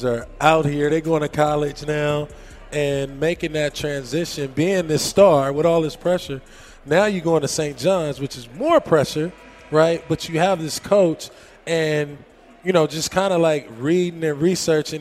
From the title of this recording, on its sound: Recorded at Summer League